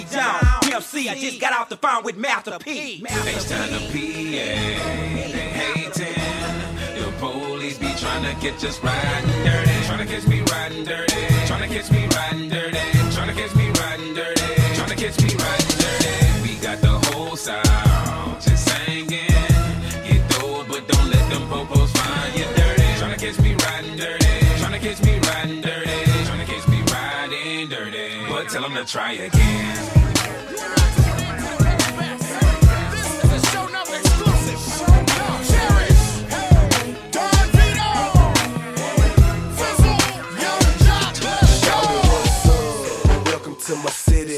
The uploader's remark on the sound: Live Urban DJ Mix #47 at Diesel Nightclub